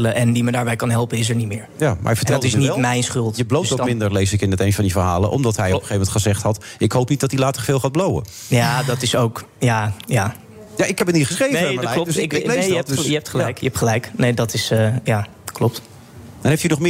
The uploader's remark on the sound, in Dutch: The Friday Move live vanuit het Double Tree By Hilton Hotel in Amsterdam.